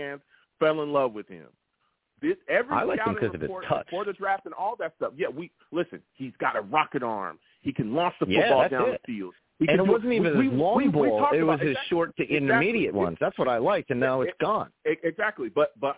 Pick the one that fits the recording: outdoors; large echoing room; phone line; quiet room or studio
phone line